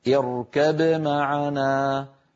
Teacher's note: ففيها هذا الإدغام الذي ذكرته وفيها الإظهار أيضا، هكذا اركب معنا بقلقلة الباء وتبيينها من غير سكت بين الباء والميم